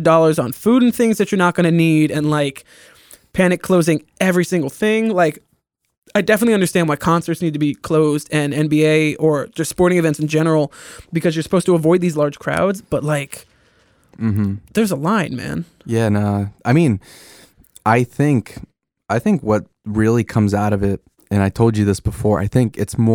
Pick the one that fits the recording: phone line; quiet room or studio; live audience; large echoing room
quiet room or studio